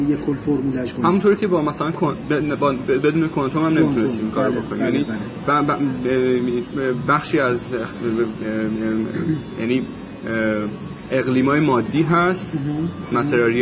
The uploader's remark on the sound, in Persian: غروبی زیبا در کافه ای نشسته بودم. با همیان وضع و سر و صدا و شلوغی کافه صدا را ضبط و کمی ویرایش کنم به عنوان اپیزود تازه منتشرش کنم...بنابراین کیفیت صدا شاید کمی بد و سختگوش باشد.